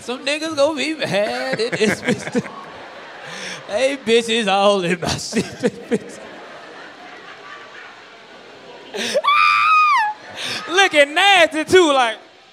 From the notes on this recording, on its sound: The 85 South Show hit the west coast for live comedy shows in Long Beach and San Diego.